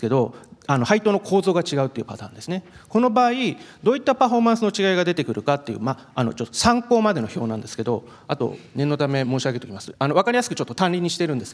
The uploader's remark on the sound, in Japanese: 東京証券取引所で開催した「J-REITファン2018」に登壇した